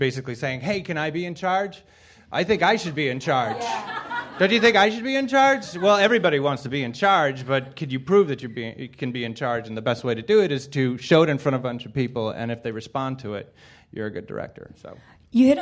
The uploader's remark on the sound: Directors panel from ATX, an Austin TV Festival. Recorded at ATX 2013.